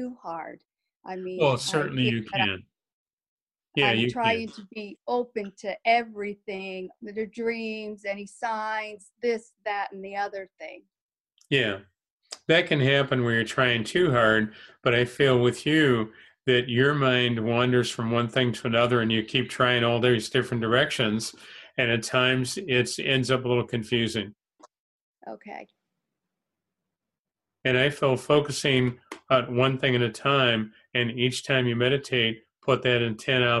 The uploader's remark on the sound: held online via zoom